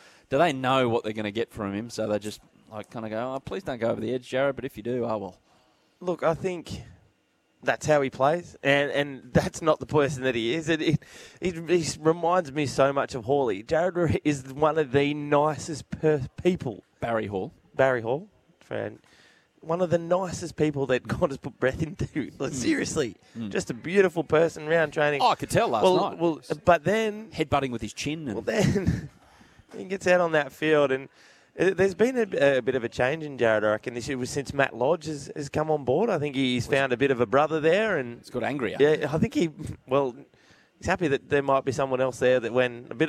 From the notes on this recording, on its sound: Live from the Jayco tent at Hawkesbury Lifestyle & Leisure show.